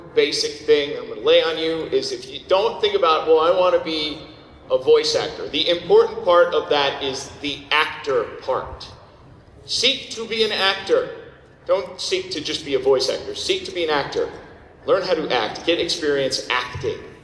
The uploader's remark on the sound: Recorded at Anime Boston 2014